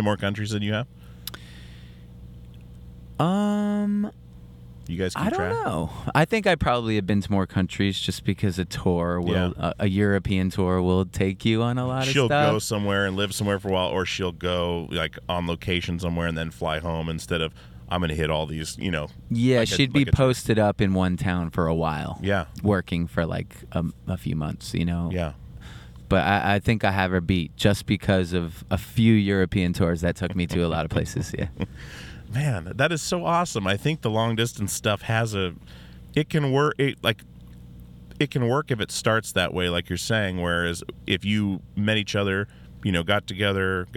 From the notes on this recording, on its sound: Gets in the van (literally in the front seat). On his solo tour in Portland Oregon at the Hawthorne Theater for a chat.